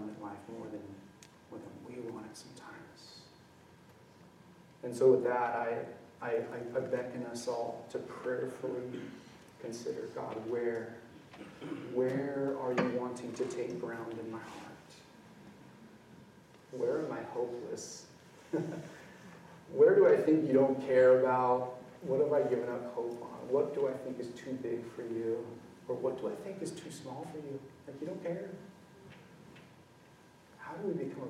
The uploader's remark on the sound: This message was recorded on January 22, 2023, at View Ridge Middle School in Ridgefield, Wa.